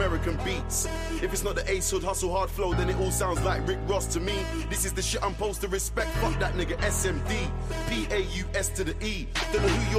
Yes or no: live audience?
no